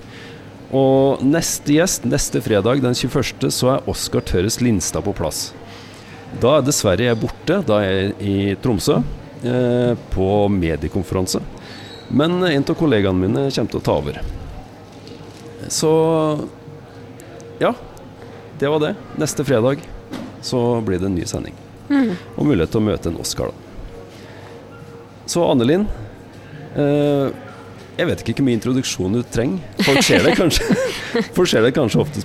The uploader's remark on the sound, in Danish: Live fra Domus